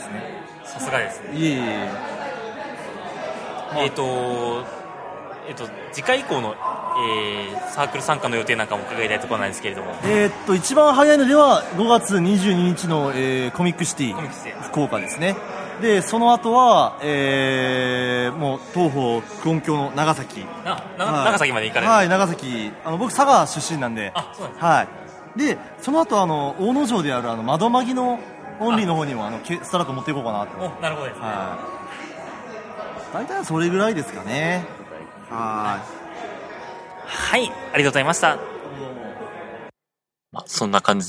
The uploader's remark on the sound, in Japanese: 北九州市の門司港にて開催された「東方久遠境retro」の会場にて収録したもの。会場で収録された臨場感をお楽しみ戴けましたら幸いです。